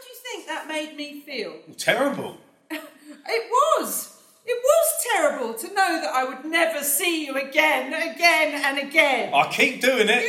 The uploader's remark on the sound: Recorded live. At Hornsey Library, London.